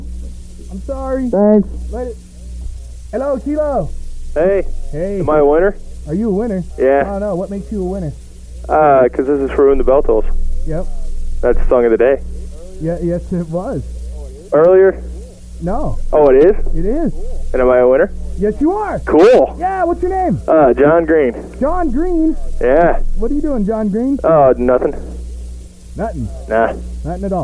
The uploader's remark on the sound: A Day's Worth Of Raw Phone Calls From The Mid 1990's. When Rockers Would Call KILO They Would Be Recorded On A Big Ass Reel To Reel Tape. While Digging Though The Piles Of Tapes We Came Across An Unmarked Box That Contained A Full Day Of Phone Calls, Some That Would Be On The Air And Some That Didn't.